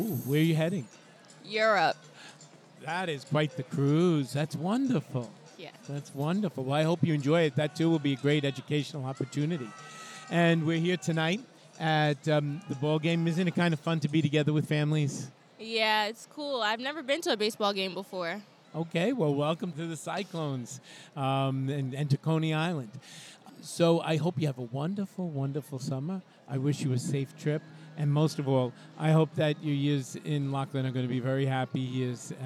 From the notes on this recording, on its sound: Live from Maimonides Park in Coney Island, home of the Brooklyn Cyclones, for the 4th Annual Catholic School Night. He speaks to those in attendance at this special event.